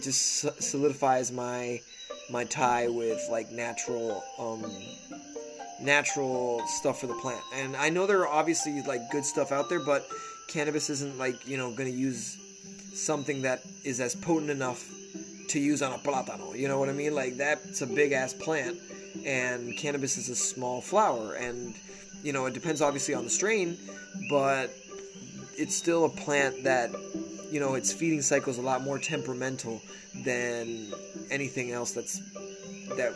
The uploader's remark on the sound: Testing my brothers phone microphone. My little brother recently got a new phone and I took it downloaded the anchor app on it and I tested out the audio sounds pretty good.